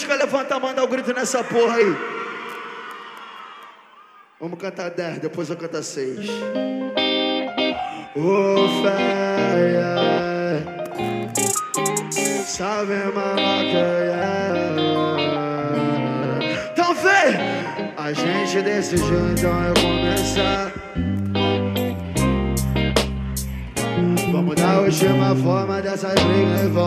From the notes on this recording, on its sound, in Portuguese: AO VIVO NO BAILE DA SUÉCIA